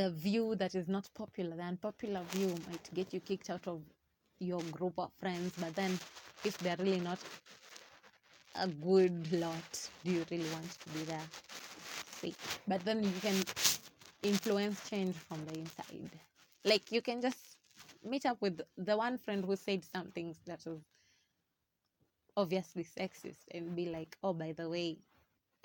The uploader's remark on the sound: Sorry for the background noises.